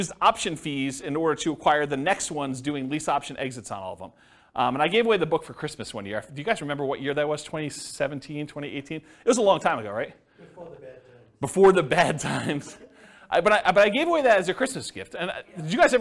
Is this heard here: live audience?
yes